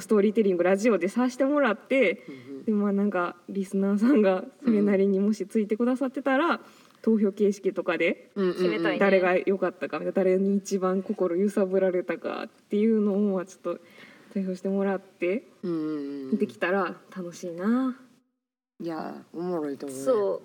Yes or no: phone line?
no